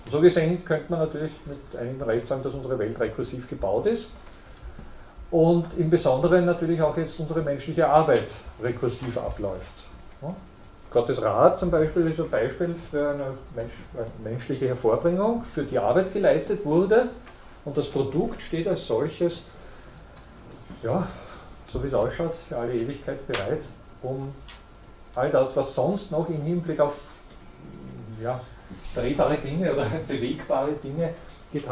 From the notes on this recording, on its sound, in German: Diese Vorlesung wurde von Studierenden aufgenommen